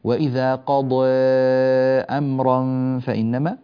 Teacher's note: في الآية الأخيرة أنبه إلى أن هنا حرف الضاد عندنا في كلمة قضى، حرف الضاد عندنا مفخم سواء كنا وصلناه بما بعده أو وقفنا عليه. الضاد إذا كان في حالة الوصل في حالة الوقف، إذا كان مفتوحا أو مضمون أو مكسورا، في جميع أحواله الضاد حرف مفخم.